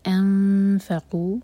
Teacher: नून की आवाज़ को छुपाएंगे और फ़ा के लिए ज़बान तैयार · Term: इख़फ़ा